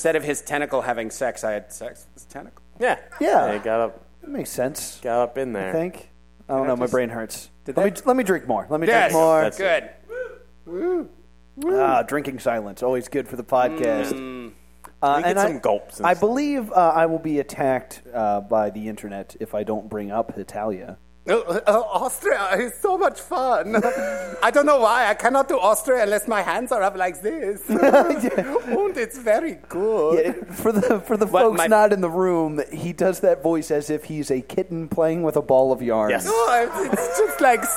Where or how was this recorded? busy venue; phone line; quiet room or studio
busy venue